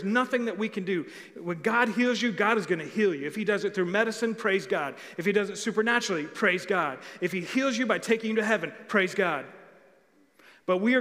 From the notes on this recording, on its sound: Recorded live on October 25, 2020 at The Fellowship at Two Rivers.